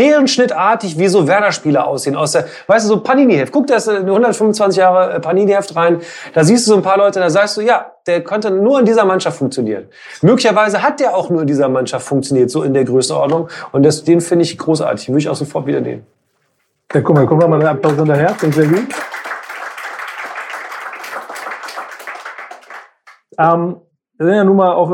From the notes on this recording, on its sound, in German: Die „Grüne Bude“ veranstaltet den Live-Podcast „BUDENSCHNACK“. Im Werder-Hausboot auf der Weser (Adresse: Tiefer 1).